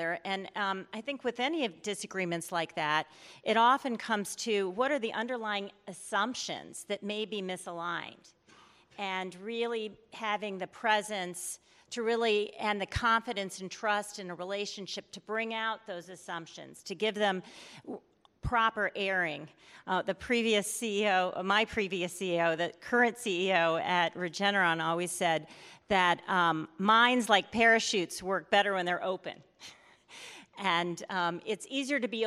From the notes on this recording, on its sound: In this fireside chat recorded at CMO Summit 2022.